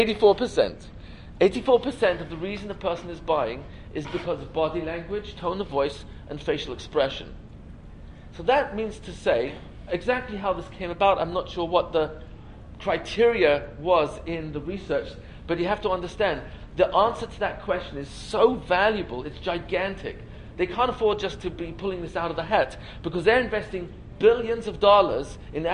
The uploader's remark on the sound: This lecture was given as part of the Yeshiva Torat Shraga Yom Iyun. The event was held at Yavneh Academy in NJ.